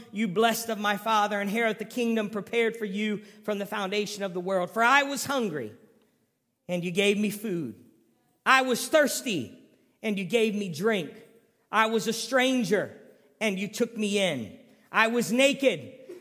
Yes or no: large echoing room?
yes